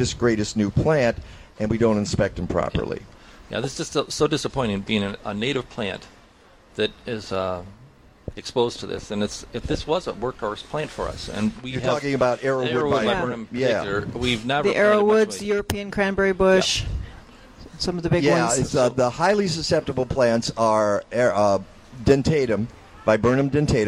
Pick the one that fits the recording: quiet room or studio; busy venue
busy venue